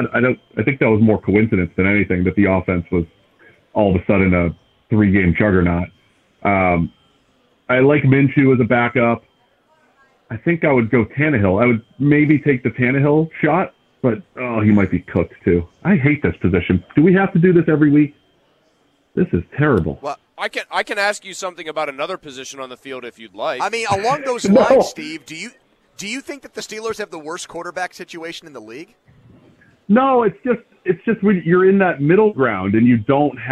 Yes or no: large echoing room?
no